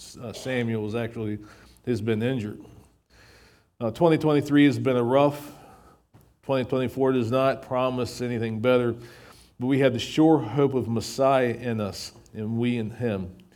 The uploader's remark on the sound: recorded at Shenandoah Valley Baptist Church on Dec 31, 2023.